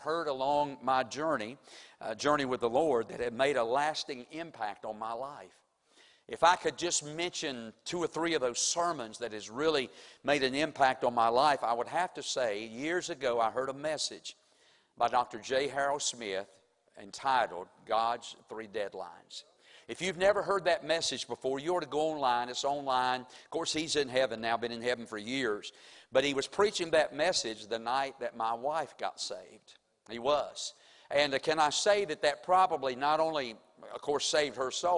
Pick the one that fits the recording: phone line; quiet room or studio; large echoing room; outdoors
large echoing room